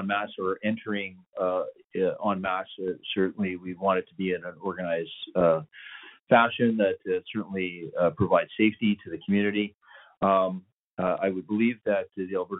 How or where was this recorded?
phone line